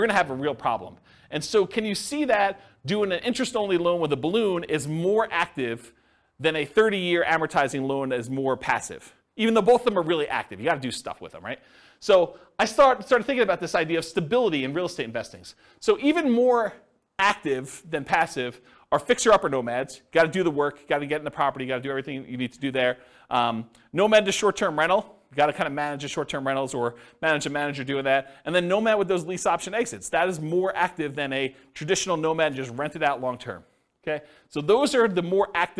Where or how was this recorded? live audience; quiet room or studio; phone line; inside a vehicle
live audience